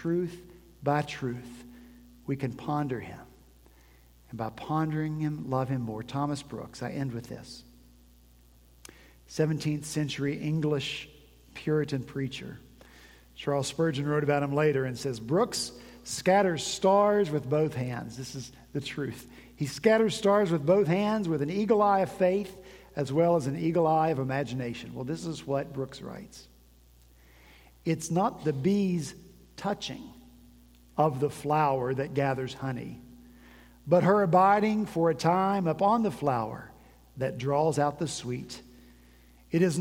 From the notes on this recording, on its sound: At Redeemer Presbyterian Church in Charleston, SC